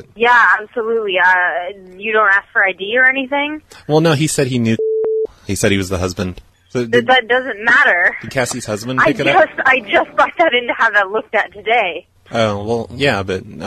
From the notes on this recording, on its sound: Personal Prank Phone Calls Collection